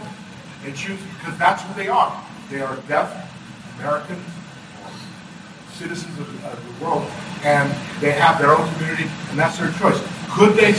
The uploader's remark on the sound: In a discussion panel at the Salt Lake City FanX Fall 2019 event. This is a direct recording from the event and the show starts right at the introduction of the panel.